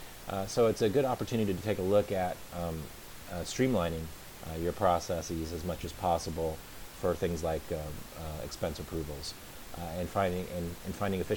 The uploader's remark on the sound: Apologies for the poor sound quality this week